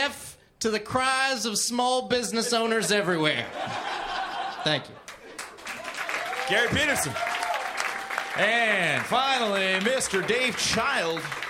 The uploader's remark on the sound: Recorded Live at Great Scott in Boston.